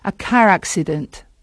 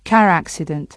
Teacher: a veces sí que se puede percibir la R un poquito